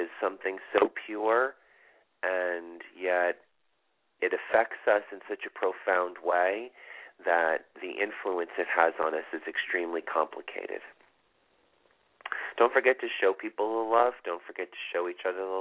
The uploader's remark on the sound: This is a call in show with LIVE readings.